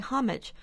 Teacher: We say homage, which is perfectly reasonable since homage has been in the English language since 1300s, with its first syllable stressed. The homage is only an emulation of the French pronunciation.